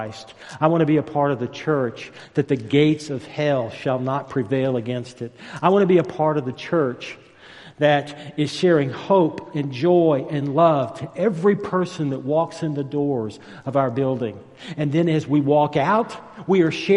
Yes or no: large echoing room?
yes